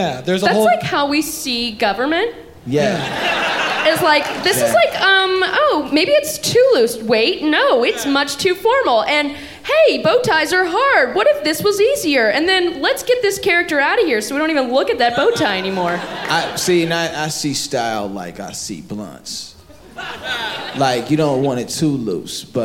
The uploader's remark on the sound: live from Clusterfest in San Francisco